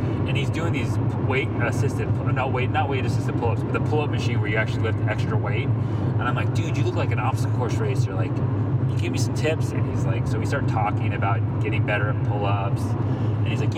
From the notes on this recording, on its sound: While driving out to Vegas for the Spartan Super. During our time in the car we had a killer conversation.